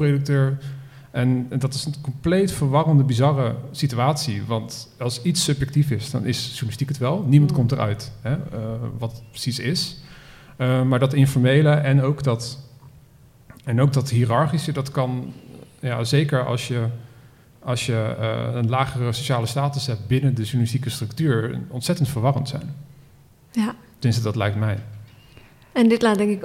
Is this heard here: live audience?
yes